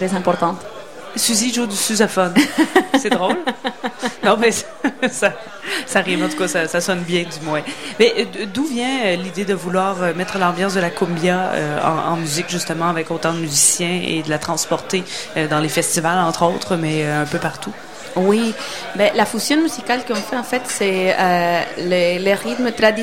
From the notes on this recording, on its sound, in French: Au Festival d'été de Québec, en direct du bar Le Sacrilège, sur les ondes de CKRL 89.1.